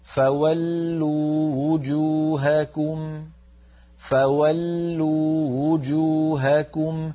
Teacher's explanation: ساكنة، وجوهكم أولها واو مضمومة، اجتمع هنا واو ساكنة وواو مضمومة، الواو المضمومة بمنزلة واوين لأنها مضمومة والضمة واو قصيرة · Term: الواوات المتتاليات